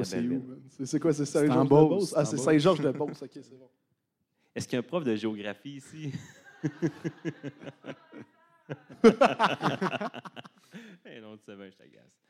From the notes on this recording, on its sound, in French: Podcast devant public. Podcast commence à 5min55, après les allocutions!